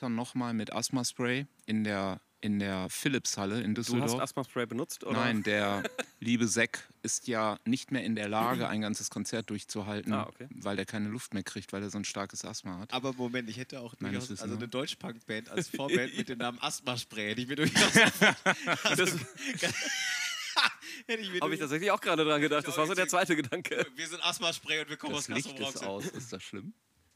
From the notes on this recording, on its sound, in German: Wir sitzen wieder im Garten am Grill (sorry, für die Nebengeräusche)